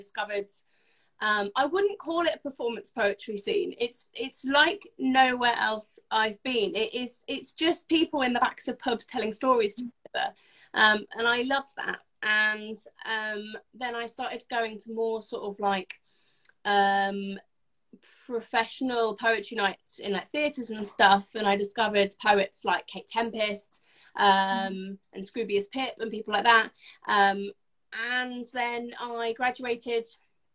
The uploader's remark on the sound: live Instagram interview